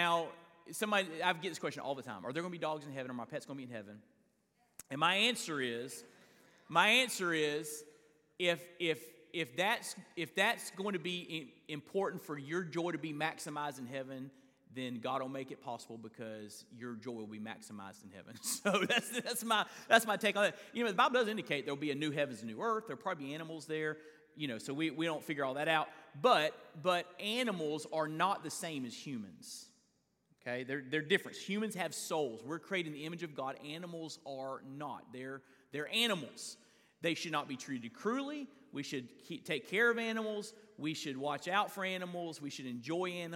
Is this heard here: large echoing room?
yes